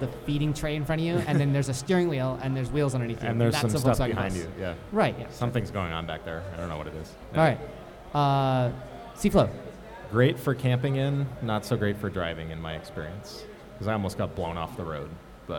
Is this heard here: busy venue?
yes